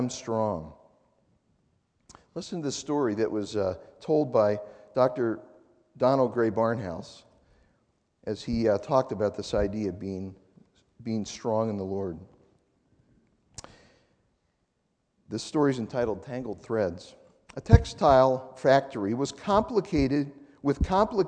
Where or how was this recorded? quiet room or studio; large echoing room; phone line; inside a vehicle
large echoing room